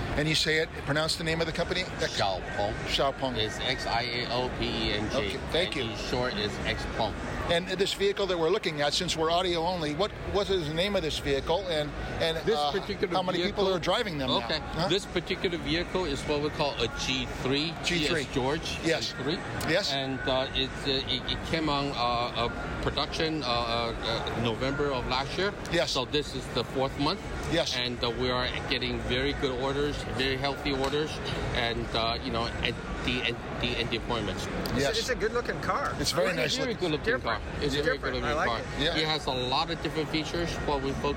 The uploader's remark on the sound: all recorded at the conference held at the San Jose Convention Center